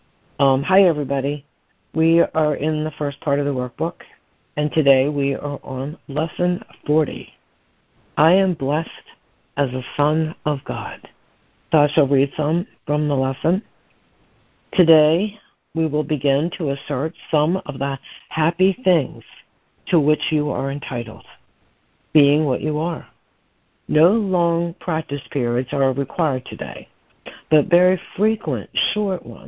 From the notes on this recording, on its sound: ACIM Daily Conference Call